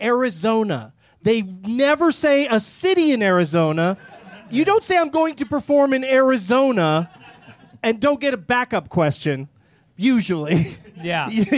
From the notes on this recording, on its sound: Live from Zanies Comedy Club in Rosemont.